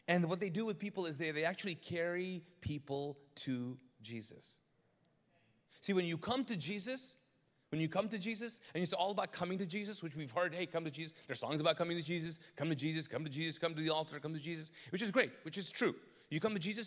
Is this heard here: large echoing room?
yes